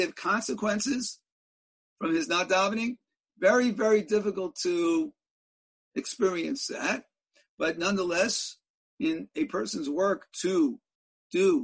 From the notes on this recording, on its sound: In a ZOOM teleconference Shiur